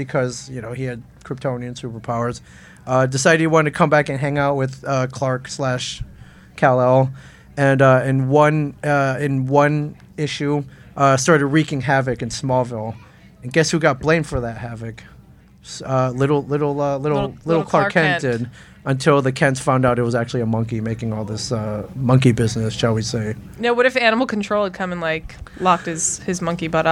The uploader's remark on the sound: DC Day at Barnes and Noble. To Barnes and Noble to podcast live for DC Comics Day.